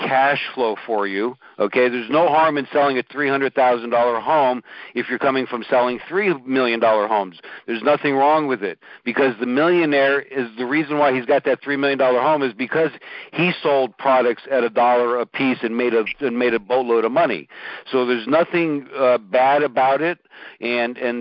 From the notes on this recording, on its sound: In this Group Call recording.